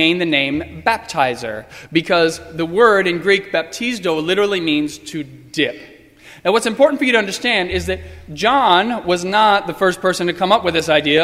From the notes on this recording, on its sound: Sermon preached on Sunday, April 12, 2015. At First Presbyterian Church of Arlington Heights, Illinois.